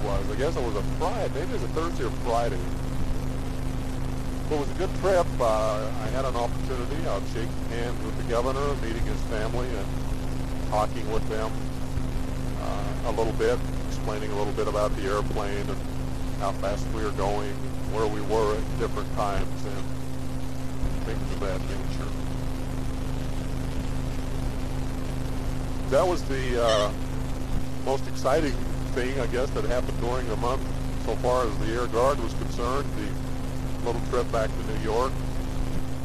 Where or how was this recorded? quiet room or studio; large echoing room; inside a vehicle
inside a vehicle